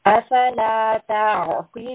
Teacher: عين is from the throat. There is a slight constriction.